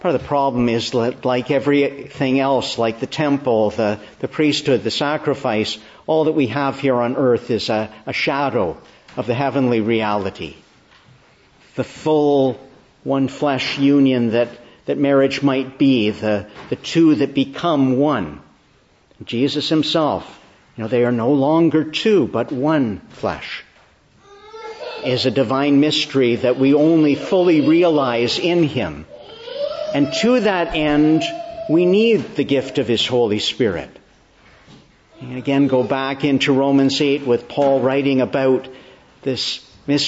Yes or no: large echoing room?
yes